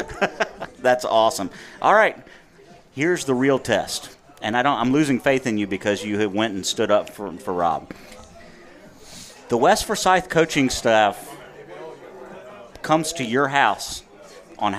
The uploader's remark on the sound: Live from Mossy's Eats Ales and Spirits in Clemmons, NC every Weds Night 730pm in season.